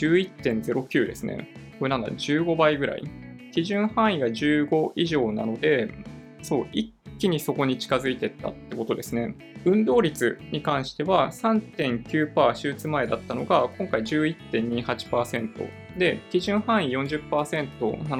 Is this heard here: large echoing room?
no